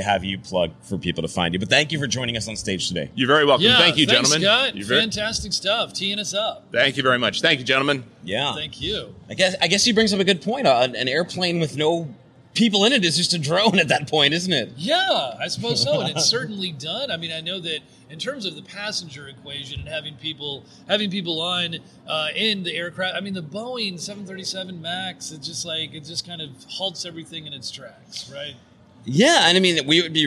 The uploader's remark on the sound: We're coming to you live from Air Cargo 2020 in Nashville with our first session!